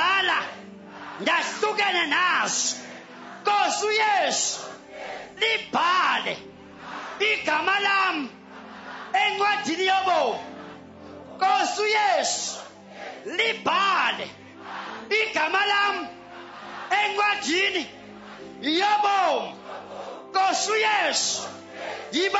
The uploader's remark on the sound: Preached at Healing Jesus Campaign, King Williams Town - South Africa.